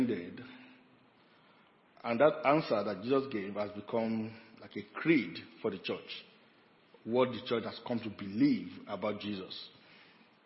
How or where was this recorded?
large echoing room